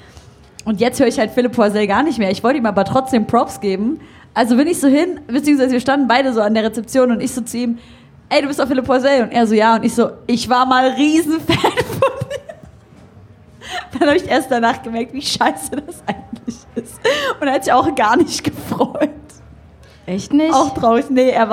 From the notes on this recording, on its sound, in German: In der Live-Ausgabe vom BACKSPIN-Stammtisch beim diesjährigen Reeperbahn Festival